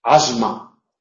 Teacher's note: Cuando la S va seguida de una consonante sonora, asma, la M sonora. En asma pronunciamos la S sonora, porque como va precedida por una vocal que es sonora y va seguida por una consonante que es sonora, nos cuesta más dejar de hacer vibrar las cuerdas y entonces hay una inercia que nos hace pronunciar la sonora. · Term: alófono sonoro del fonema S